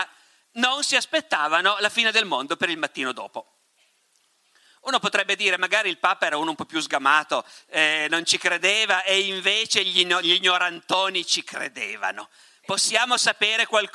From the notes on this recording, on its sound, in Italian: Moby Dick Festival, 2019. Ospite del Moby Dick Festival.